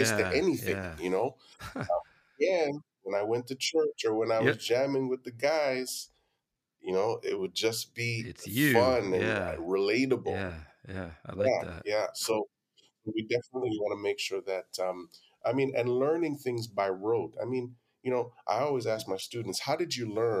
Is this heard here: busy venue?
no